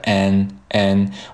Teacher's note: 把它读成 n，n，读一个字母 n 就可以了。那当然你的音调是需要升一点的